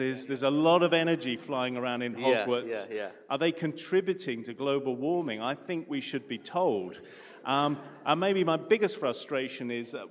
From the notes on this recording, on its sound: A live session from #JaipurLitFest2020.